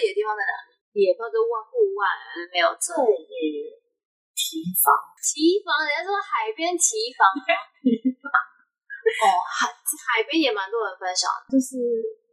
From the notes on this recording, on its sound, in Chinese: 多人錄音聲音品質較差請見諒